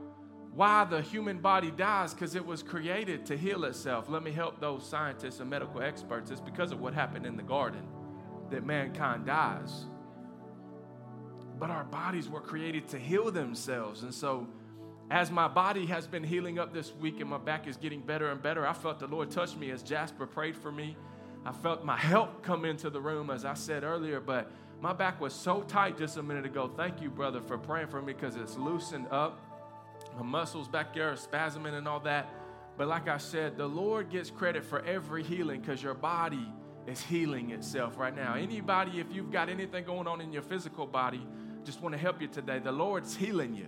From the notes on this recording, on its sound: live from Canvas Community Shelbyville Churc